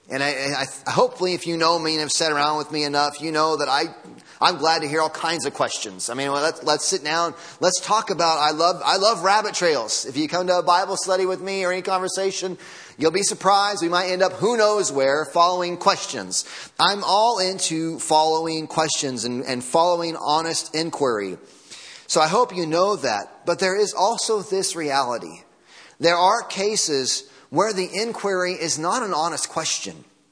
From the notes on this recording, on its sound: Audio from Sunday Morning Service.